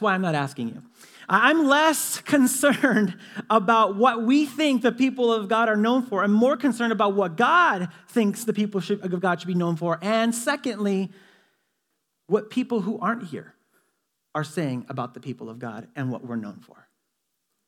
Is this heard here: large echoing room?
yes